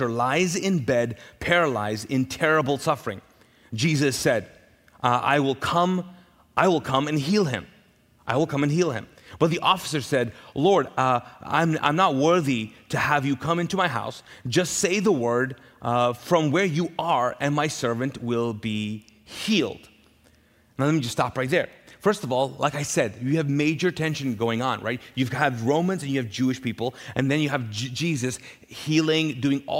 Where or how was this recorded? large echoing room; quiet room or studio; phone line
large echoing room